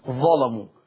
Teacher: قرأ ورش بتغليظ اللام في اللفظ الآتي كلمة ظلموا، لأن اللام مفتوحة، لأن شرط تغليظ اللام أن تكون مفتوحة.